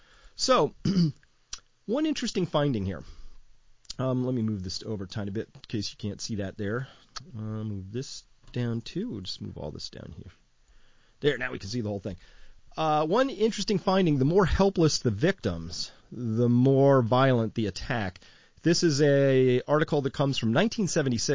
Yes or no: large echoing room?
no